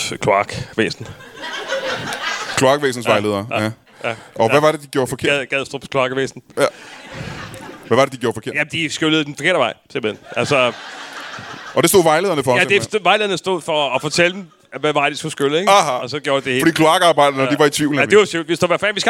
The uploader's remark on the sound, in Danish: LIVE fra Ramsømagle